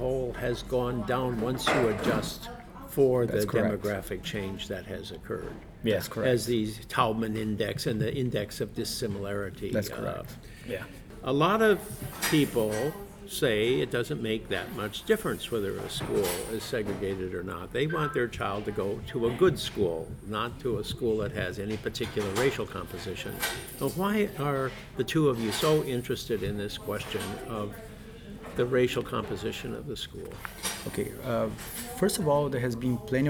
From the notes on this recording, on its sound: during a break in the National Bureau of Education Research conference in Cambridge, Mass.